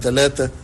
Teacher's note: إن صوت الثاء تحول في العامية المصرية إلى تاء